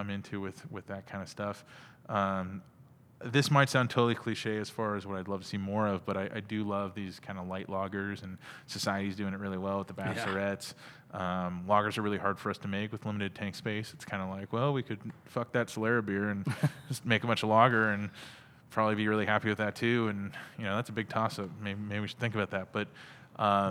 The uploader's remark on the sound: We recorded this episode at CellarMaker Brewing